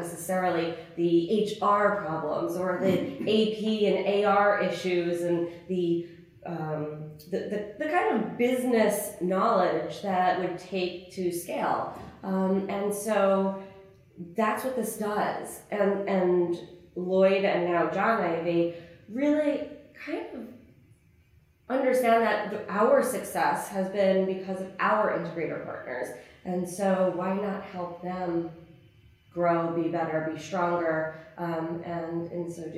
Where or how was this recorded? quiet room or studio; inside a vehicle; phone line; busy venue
busy venue